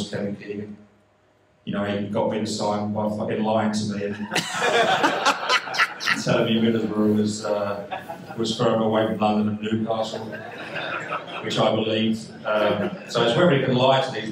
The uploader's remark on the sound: NUFC Matters Live 2623 Grand Hotel Newcastle